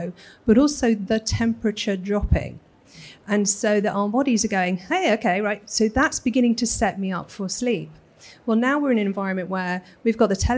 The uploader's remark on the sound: recorded in front of a live audience at Decorex 2019